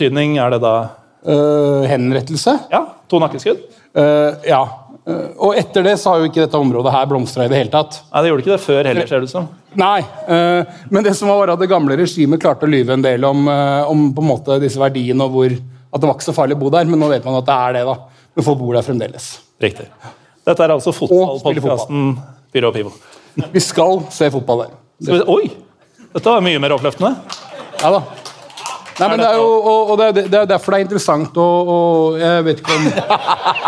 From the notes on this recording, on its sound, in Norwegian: Live på Edderkoppen! Og tusen takk til alle som kom på Edderkoppen denne tirsdagen og gjorde kvelden komplett uforglemmelig for oss!